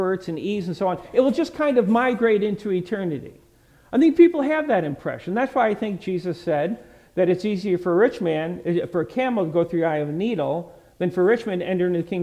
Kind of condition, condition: setting, large echoing room